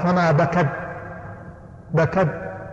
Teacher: التاء هنا فيها همس، لو لم تهمس ما خرج حرف التاء يخرج صوت فقط